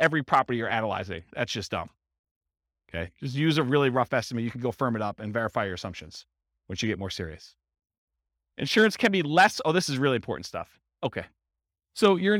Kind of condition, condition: setting, live audience